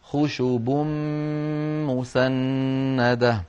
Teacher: خشوب مسندة، خشوب آخرها تنوين، خشوب مسندة أولها ميم، فقلب التنوين إلى ميم فالتقى في النطق ميمان، فأدغمت الميم الأولى في الميم الثانية فصار خشوب مسندة. · Term: الإدغام الكامل